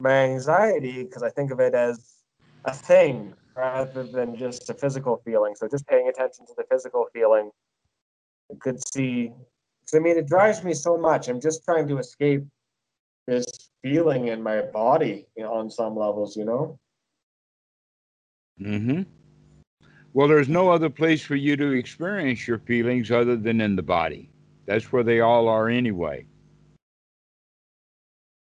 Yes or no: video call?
yes